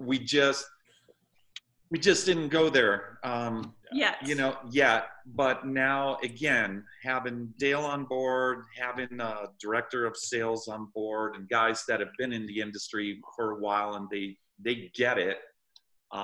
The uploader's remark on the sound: Jumped on Zoom to talk with us.